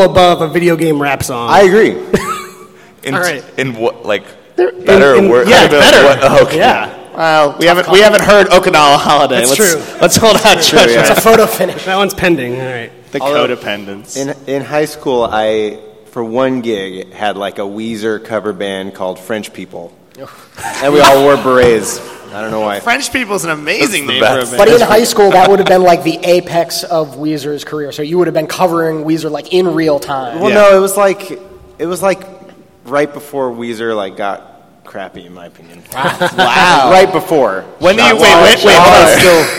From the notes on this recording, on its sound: Episode 103 - PAX Prime 2013. This week's episode was recorded in front of a LIVE studio (panel) audience at PAX Prime 2013.